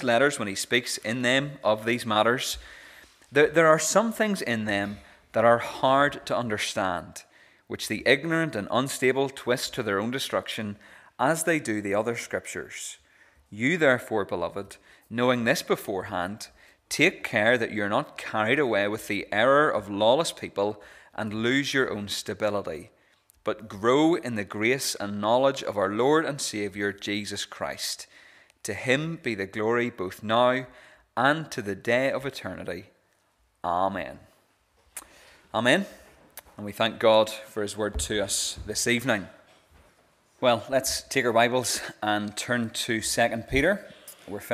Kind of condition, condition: setting, large echoing room